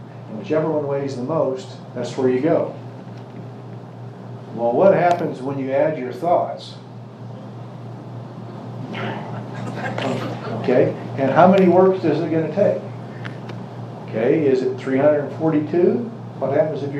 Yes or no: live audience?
yes